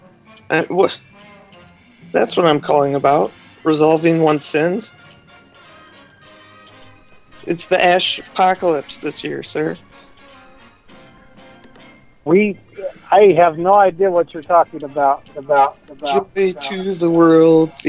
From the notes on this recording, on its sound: …'s Personal Prank Phone Calls Collection.